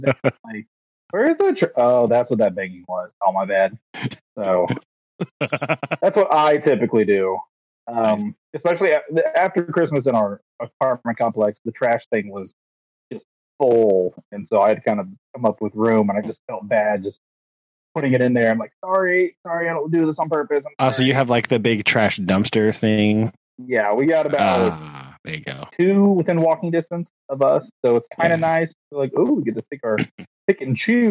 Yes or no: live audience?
no